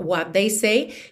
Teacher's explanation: what they, a gente já junta num som só